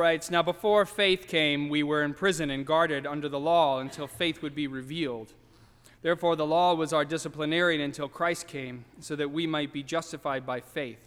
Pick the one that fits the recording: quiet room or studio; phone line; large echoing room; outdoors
large echoing room